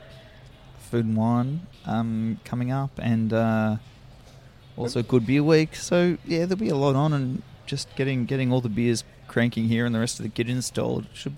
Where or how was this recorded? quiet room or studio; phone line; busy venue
busy venue